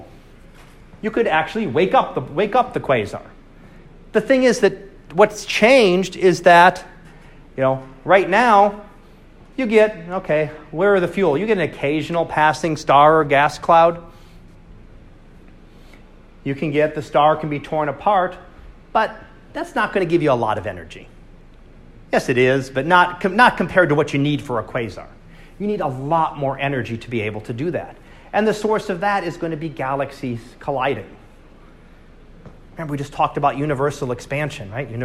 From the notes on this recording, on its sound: Live Class Lecture.